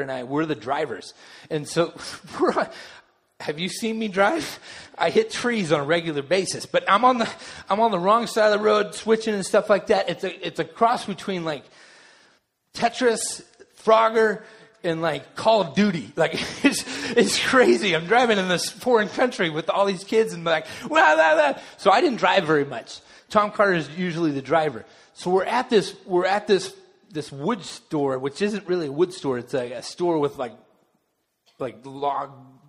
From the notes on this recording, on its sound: delivered during the Contemporary Worship service